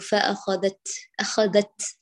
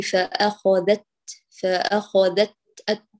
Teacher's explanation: التاء الشديد لا بد أن تقطع الصوت بكمال انحباسه بتقوية اعتمادك على المخرج · Shown in: second take · فتقولي فأخذت، فأخذت أت، وبعدين الجزء الثاني يجري فيه النفس. · Term: الشدة